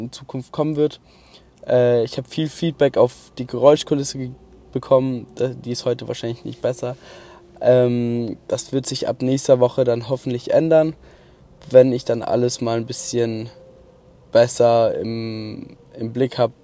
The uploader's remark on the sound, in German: Heute mal vom Autobahn Parkplatz. Auf dem nachhause weg hab ich kurz das Auto abgestellt das Mikrofon angeschlossen und auf Aufnahme gedrückt. Hoffentlich mit besserer Sound Kulisse.